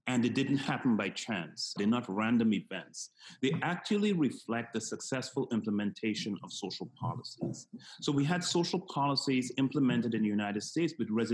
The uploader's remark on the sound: we’re recording this podcast today on a video call, so the sound quality may be different from what you’re used to hearing